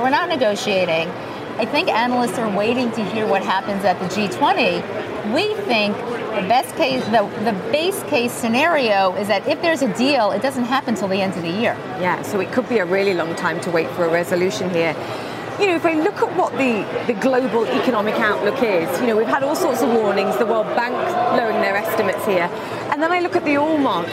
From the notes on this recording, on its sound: live from the New York Stock Exchange